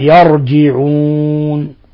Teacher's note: ولاحظوا كيف فخمنا الراء